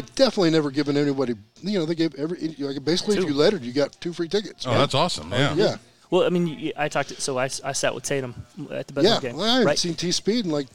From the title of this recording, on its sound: LIVE at C J Moloney's